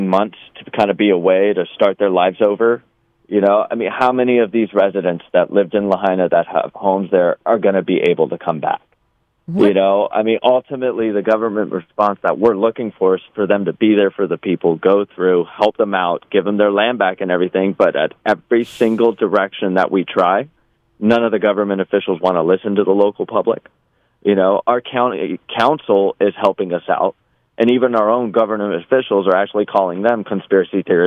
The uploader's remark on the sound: LIVE FROM LAHAINA. A US veteran who lives 5 minutes from the burn zone in Lahaina Town CALLS IN LIVE. LIVE FROM MAUI.